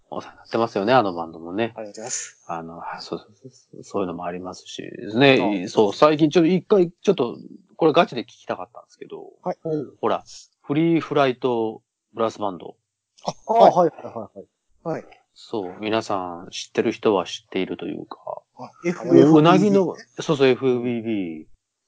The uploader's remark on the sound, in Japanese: 今回もスカイプの収録ですが、ちょっと音質悪目でございます。